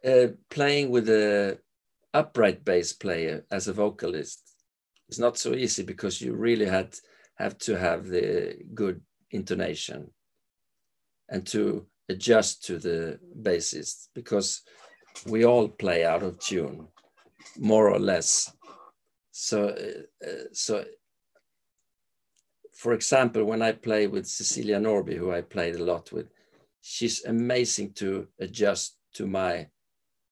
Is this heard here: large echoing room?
no